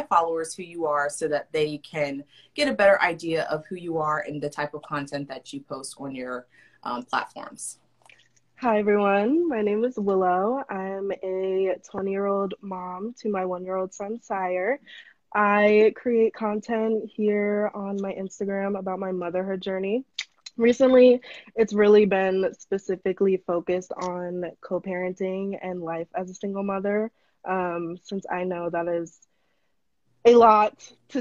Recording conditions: video call